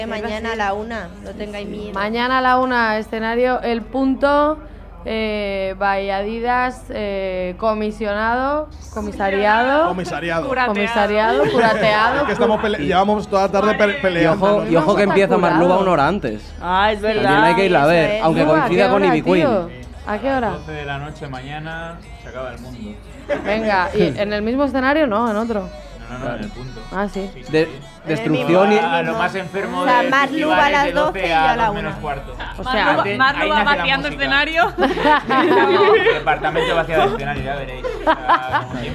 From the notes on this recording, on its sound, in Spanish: Capítulo especial dentro del festival Primavera Sound